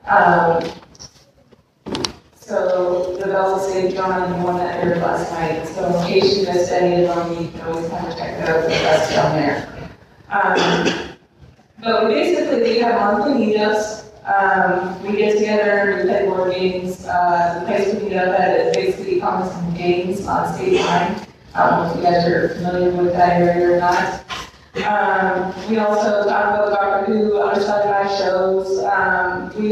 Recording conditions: poor sound quality